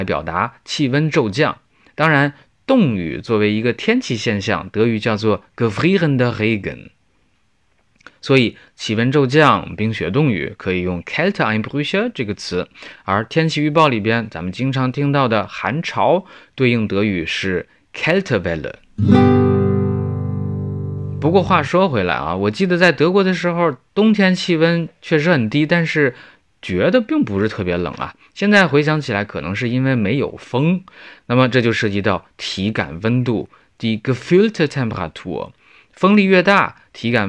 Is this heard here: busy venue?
no